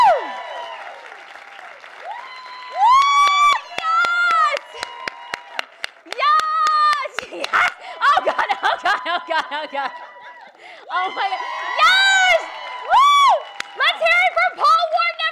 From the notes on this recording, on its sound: Threw an epic live show party at AFI in Silver Spring. The event was catered by Elegancia Caters.